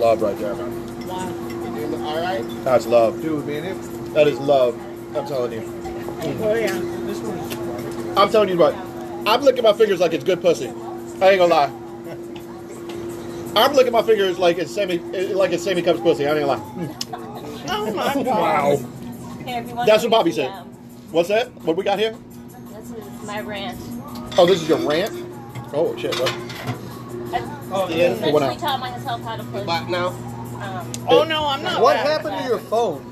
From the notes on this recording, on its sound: Live from ritchies